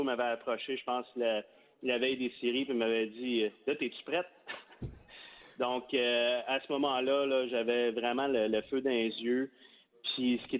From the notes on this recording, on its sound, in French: En direct du Pêle-Mêle Pub de L'Agora.